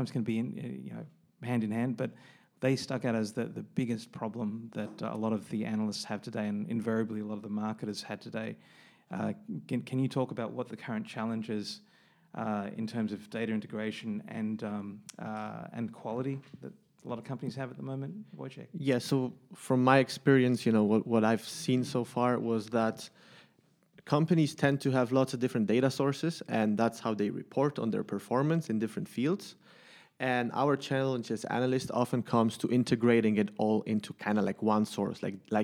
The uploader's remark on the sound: This Podcast was recorded at Measurecamp Copenhagen 2019 (6 June)